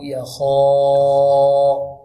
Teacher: الألف الألف لابد تكون مفخمة من الخاء